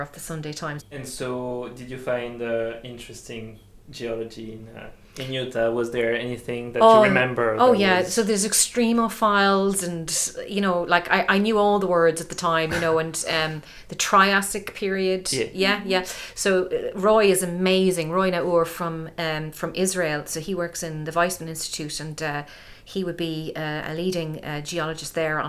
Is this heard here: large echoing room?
no